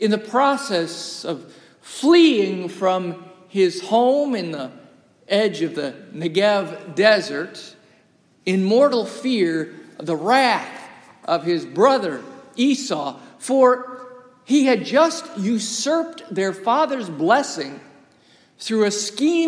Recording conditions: large echoing room